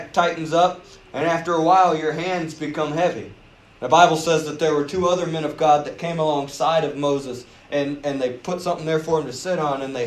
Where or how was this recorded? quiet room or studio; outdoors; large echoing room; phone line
large echoing room